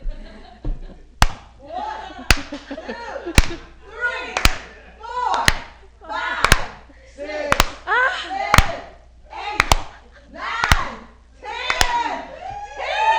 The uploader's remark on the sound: Live at the 2nd annual SF Femprov Festival